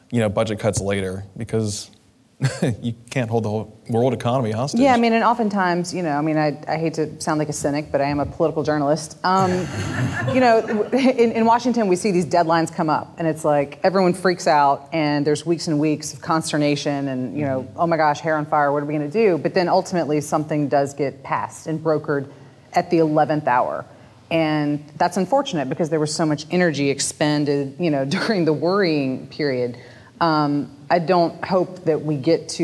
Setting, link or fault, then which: setting, live audience